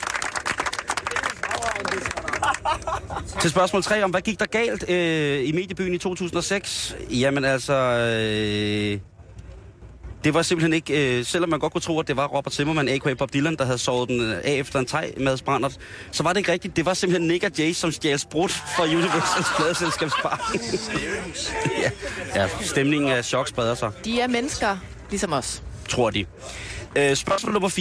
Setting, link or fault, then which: setting, outdoors